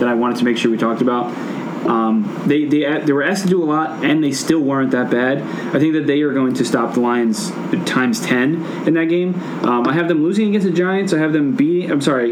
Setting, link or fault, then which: fault, background noise